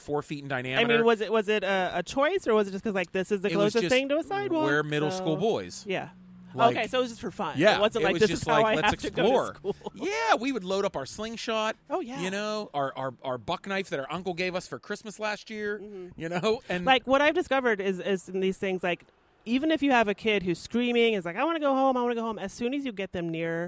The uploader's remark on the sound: on the porch to enjoy the spring weather, the kids playing outside